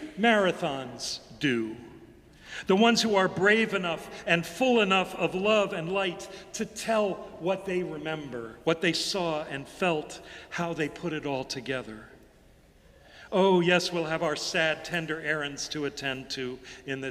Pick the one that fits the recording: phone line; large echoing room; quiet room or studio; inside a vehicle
large echoing room